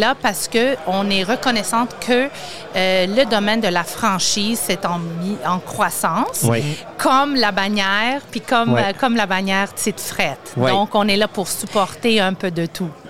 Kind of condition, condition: setting, busy venue